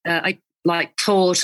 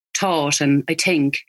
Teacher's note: which is very Southern Irish to hit the T's hard